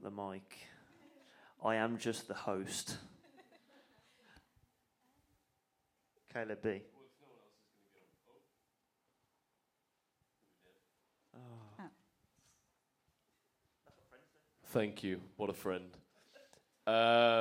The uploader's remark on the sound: This is our second live recording